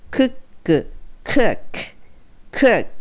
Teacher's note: 喉の奥の方から息っぽい音軽い音出すクッっていう音です